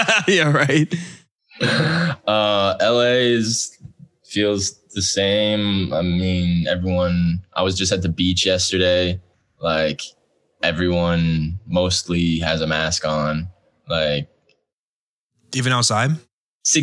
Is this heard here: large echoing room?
no